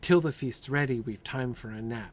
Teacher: the basically dactylic rhythm, stressed, unstressed, unstressed, is maintained regularly